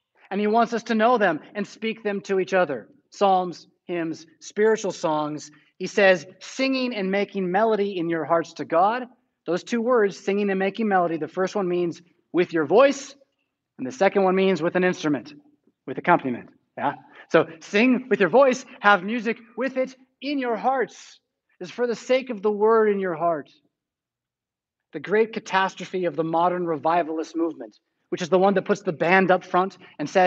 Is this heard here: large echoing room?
yes